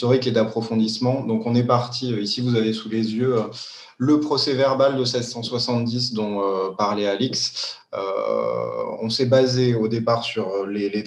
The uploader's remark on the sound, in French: Enregistré sur Zoom le 4 février 2021.